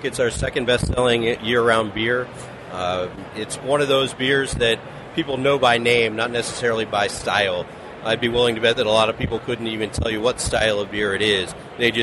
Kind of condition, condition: setting, busy venue